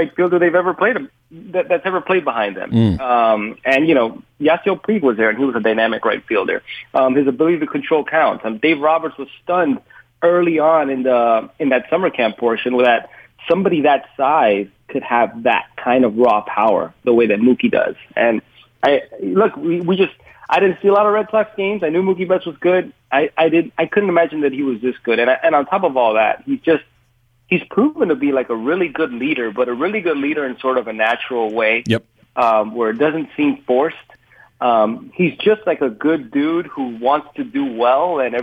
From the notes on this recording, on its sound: called in live from Arlington, Texas